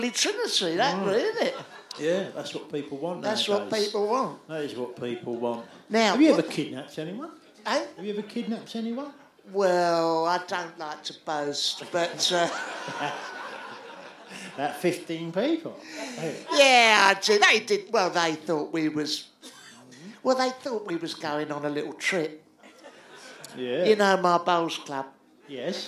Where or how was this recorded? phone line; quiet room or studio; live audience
live audience